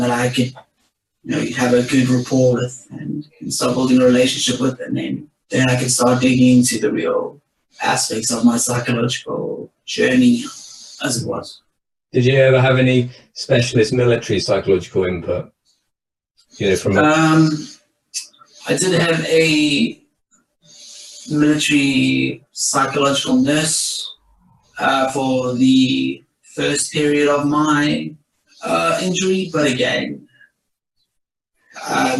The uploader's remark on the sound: A recording from the Supporting Veteran Health in Primary Care webinar on 26th January 2021.